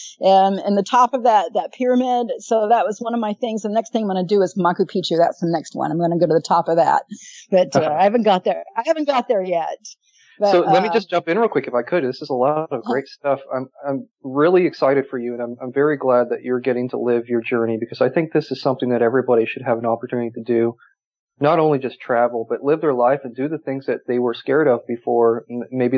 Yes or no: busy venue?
no